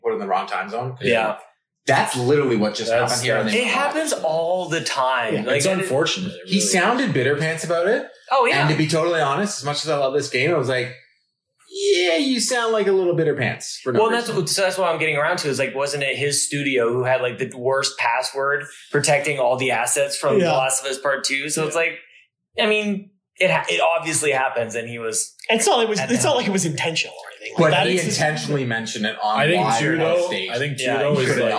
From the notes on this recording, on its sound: We recorded this podcast in person during our trip to Xbox FanFest in Toronto and was recorded using limited recording equipment so the audio quality will be a bit different than our usual podcasts.